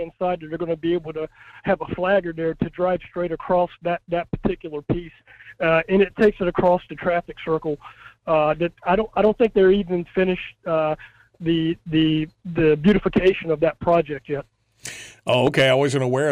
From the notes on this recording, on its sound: including a lot of phone calls